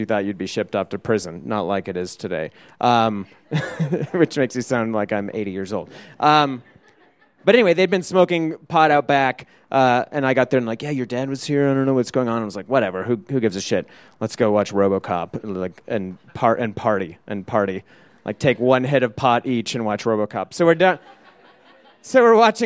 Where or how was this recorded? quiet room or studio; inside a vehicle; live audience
live audience